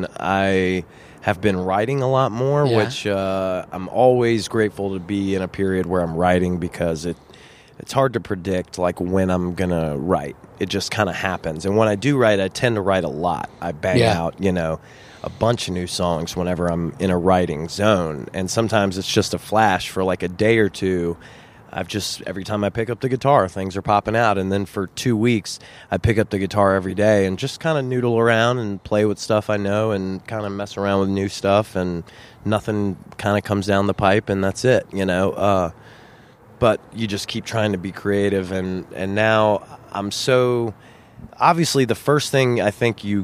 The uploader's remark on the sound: At The Rhythm Room , one of the premier music venues in the state.